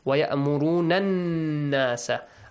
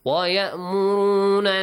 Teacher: when you join noon to the noon, all right, what happens? You merge them together and nasal sound is produced